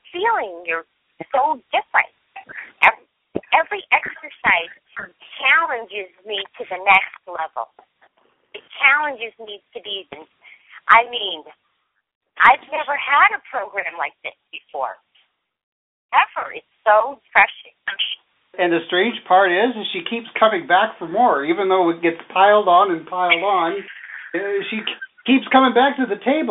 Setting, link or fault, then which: link, phone line